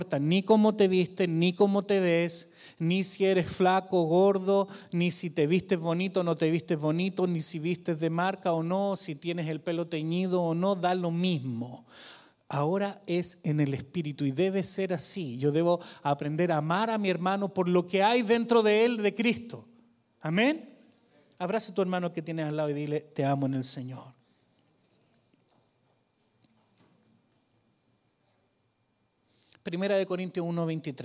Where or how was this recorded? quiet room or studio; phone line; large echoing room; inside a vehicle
large echoing room